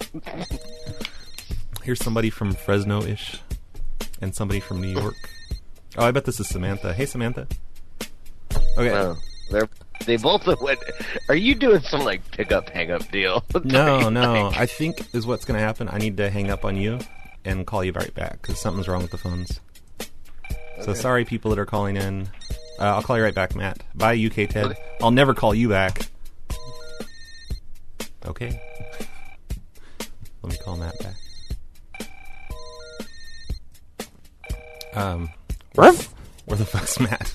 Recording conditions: phone line